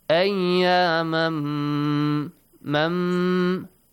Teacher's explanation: إِدْغَام. Merge the sound of تَنْوِين into ميم، okay? And there will be double ميم.